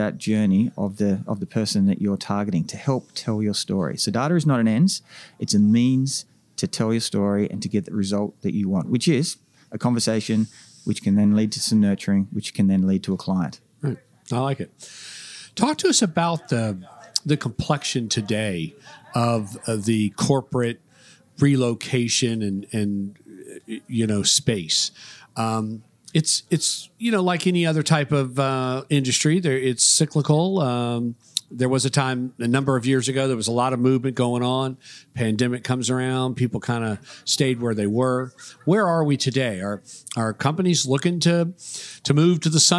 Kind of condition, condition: setting, busy venue